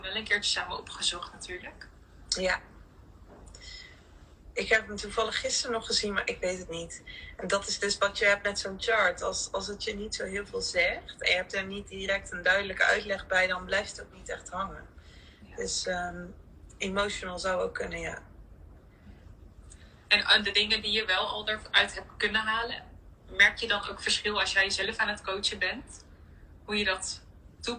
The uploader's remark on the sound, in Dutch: opname van Instalive